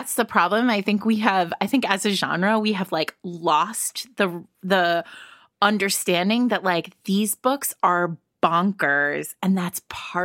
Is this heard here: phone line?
no